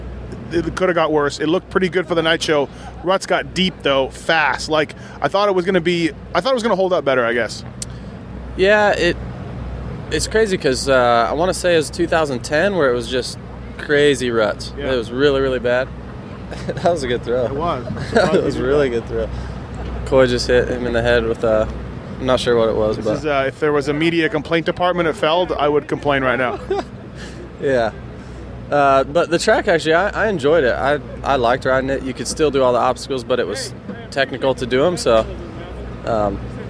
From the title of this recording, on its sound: Seattle 2013 Post-Race Interviews